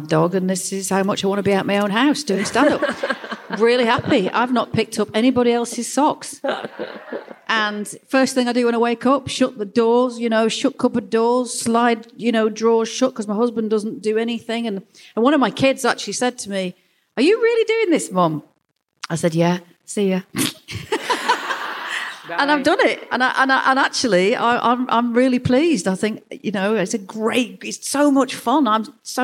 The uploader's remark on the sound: Today's podcast was recorded live at the Gilded Balloon from the Edinburgh Festival.